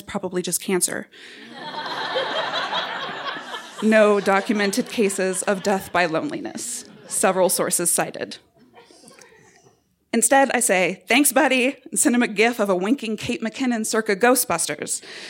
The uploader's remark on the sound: told this story live on 18 October 2017 at Buntport Theater